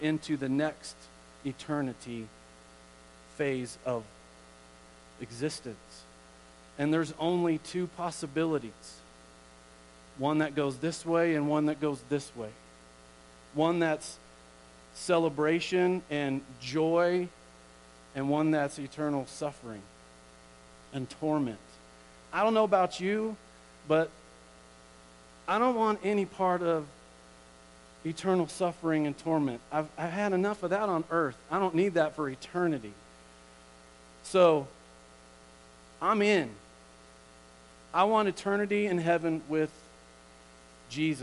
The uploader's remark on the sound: Woodland Life Church Live